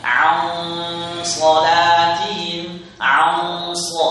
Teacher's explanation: Setelah hurufnya, huruf nun tersebut huruf yang tebal, nunnya ikut ditebalkan.